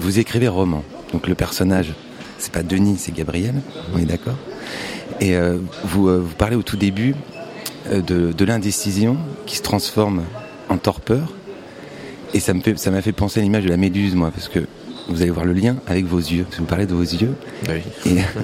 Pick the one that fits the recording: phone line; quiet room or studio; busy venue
busy venue